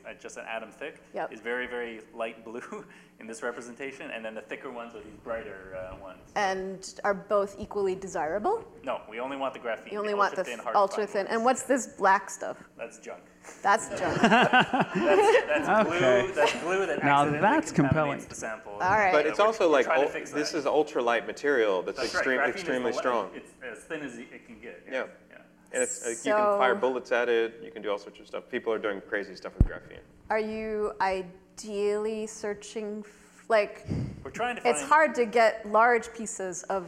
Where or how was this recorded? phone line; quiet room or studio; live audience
live audience